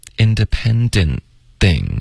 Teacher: 所以我们把特省略咬舌尖发 N 吧。因为平时舌尖需要顶上颚。嗯。然后这里我们咬舌尖的时候呢接着发 thing,会